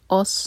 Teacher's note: अस्हाबुन नार, जब हम अस कहें तो हमजा जो है हैवी ना हो, अस नहीं होगा, अ सौद हैवी है, हमजा हैवी नहीं है